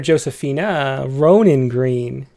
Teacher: I think that's three trochees, and then you've got another extra stressed syllable there at the end